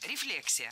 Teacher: В этом слове ударение должно падать на второй слог.